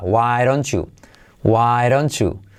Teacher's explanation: la T de don't y la Y se convierte en un sonido J.